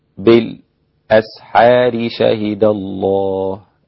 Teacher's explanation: فالسكت على الساكن قبل الهمز أثناء الوصل للإمام حمزة وكذلك له عدم السكت بالأسحار شهد الله.